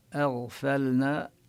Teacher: الهمزة والفاء مرققان والغين مفخمة